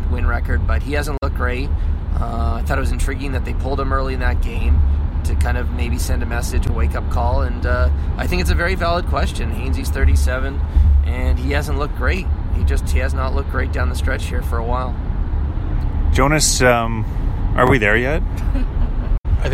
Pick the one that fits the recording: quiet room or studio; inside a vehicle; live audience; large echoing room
inside a vehicle